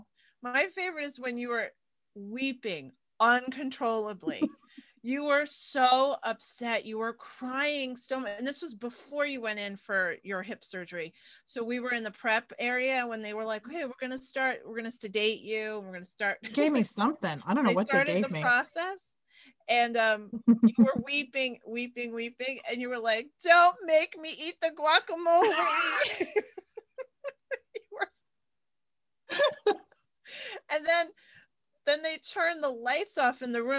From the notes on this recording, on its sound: zoom it up with a catch up